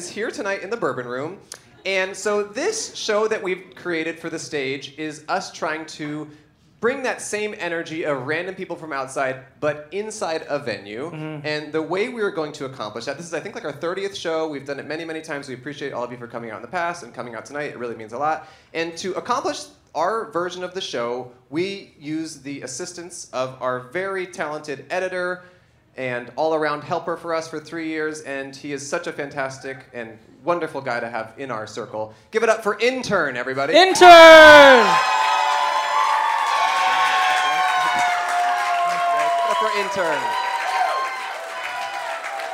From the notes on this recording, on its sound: Recorded on 4/28/22 inside and outside of The Bourbon Room on Hollywood Blvd in Los Angeles.